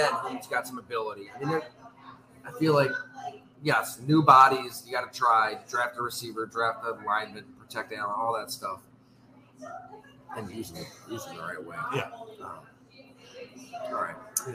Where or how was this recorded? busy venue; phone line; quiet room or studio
busy venue